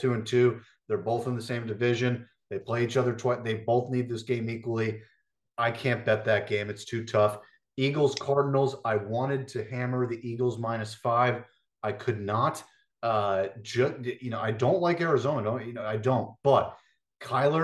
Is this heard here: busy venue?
no